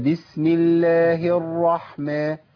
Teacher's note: الراء الأولى بزمن التوسط، أمشي الصوت شوية فيها بس